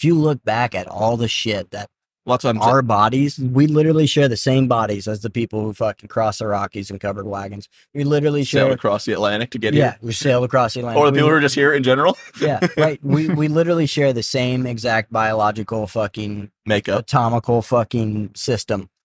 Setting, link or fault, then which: setting, inside a vehicle